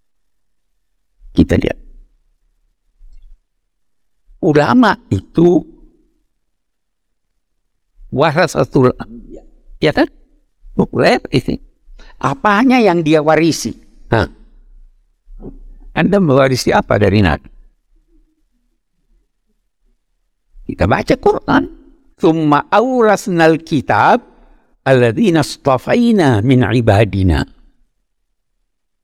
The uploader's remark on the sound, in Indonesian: Podcast episode ini merupakan hasil rekaman pada Februari 2023, yang diambil dari kajian Kuliah Umum Program PKU Masjid Istiqlal.